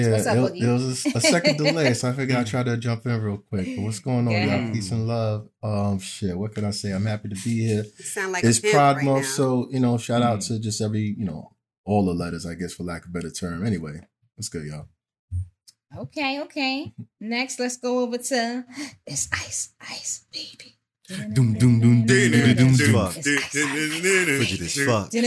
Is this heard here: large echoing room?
no